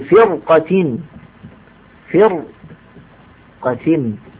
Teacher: الراء ساكنة مكسور ما قبلها، الأصل أن ترقق ولكننا نفخمها لوجود المفخم المستعلي بعدها